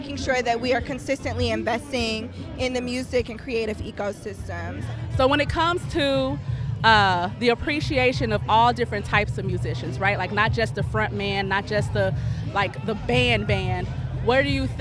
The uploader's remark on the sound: 2023 Music at the Intersection festival brings the sounds of soul to St. Louis. Spoke with festival-goers about why they came out.